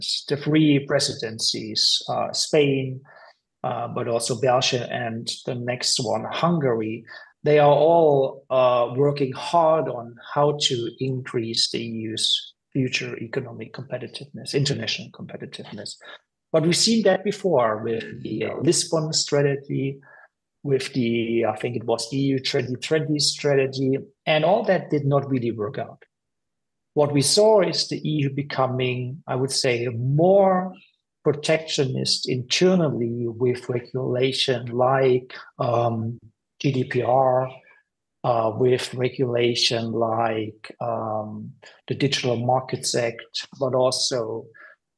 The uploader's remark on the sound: This podcast is a recording of the conversation. During the January 17th webinar.